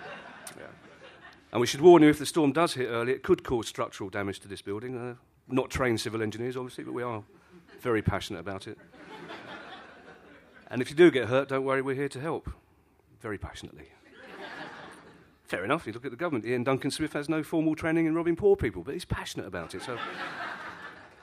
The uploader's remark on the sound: all recorded in the storm-proof basement of Soho Theatre